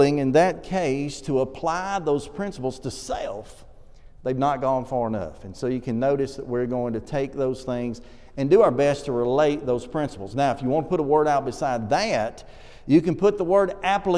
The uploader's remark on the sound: This sermon was preached at the Oneonta Church of Christ